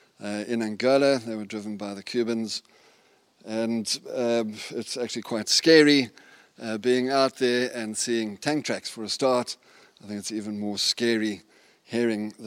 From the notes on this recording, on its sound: Get to drive round the Wiltshire countryside in a T34 Russian tank. Enjoy the sounds and smells from inside the tank.